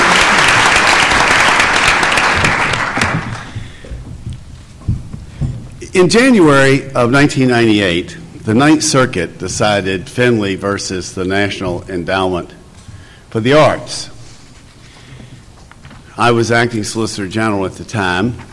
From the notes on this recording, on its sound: The Federalist Society presented this Showcase Panel at the 2006 Annual National Lawyers Convention